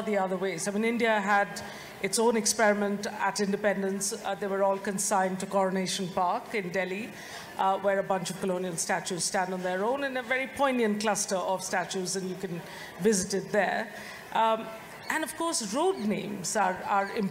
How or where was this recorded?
live audience